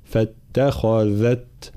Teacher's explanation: حرف الذال قلنا حرف مجهور وحرف رخو، مجهور لكي لا يصير شبيها بحرف الثاء، فلا نقول فاتخذت · Term: صوت الذال